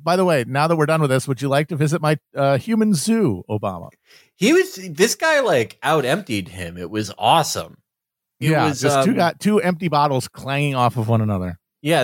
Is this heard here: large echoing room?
no